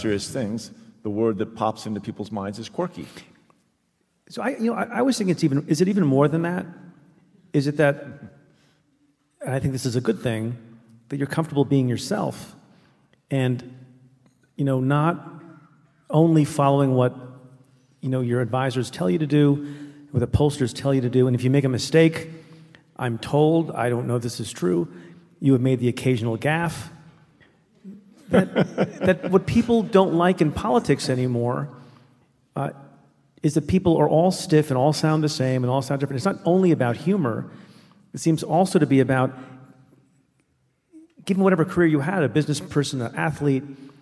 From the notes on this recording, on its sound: Stay Tuned Unplugged: Live Tour 2019. Denver. Minneapolis. Detroit.